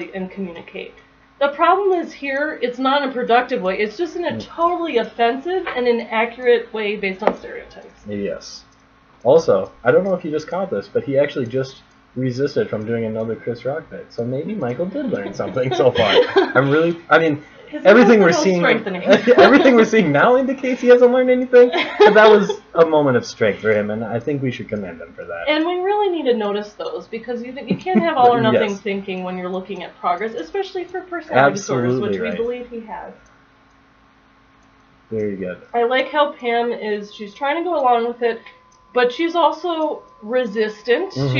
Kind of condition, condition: fault, poor sound quality